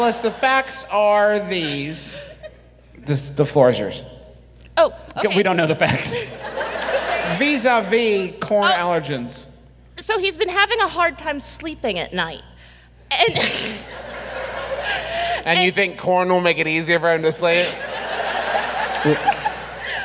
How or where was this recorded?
live audience